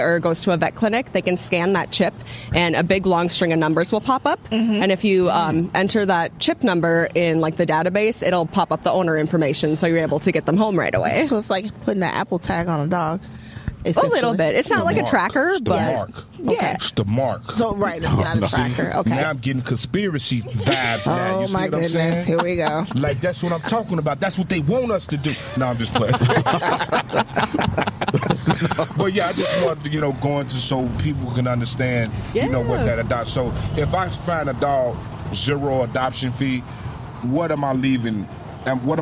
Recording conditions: busy venue